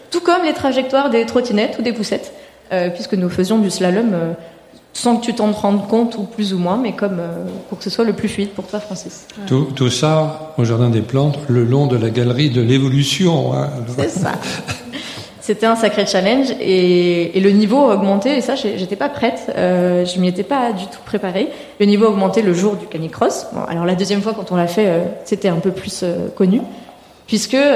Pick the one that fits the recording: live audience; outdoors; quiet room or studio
live audience